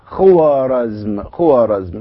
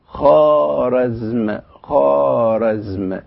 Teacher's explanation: وحيثما توسطت الواو حرف الخاء والألف لا تنطق في أي كلمة · Shown in: second take